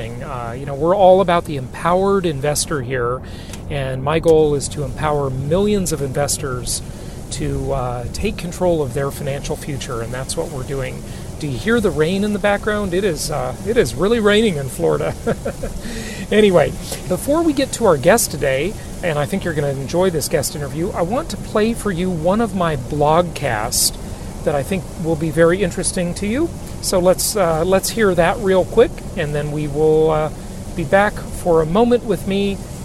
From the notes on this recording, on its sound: Does the show from the car on his way to Meet the Masters this weekend.